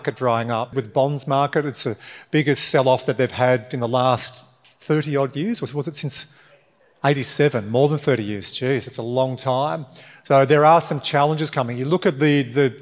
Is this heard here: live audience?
yes